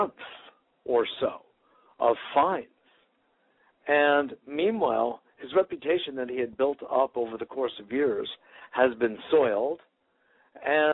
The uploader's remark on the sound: Today is a chance for listeners to call